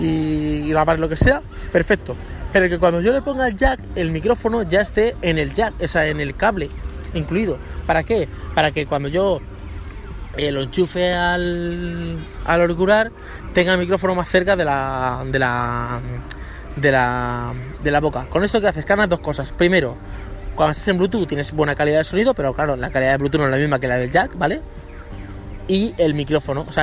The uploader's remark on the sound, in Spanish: el podcast de hoy grabado en el parque